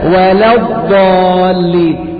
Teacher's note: ميز ترقيق اللام من تفخيم الضاد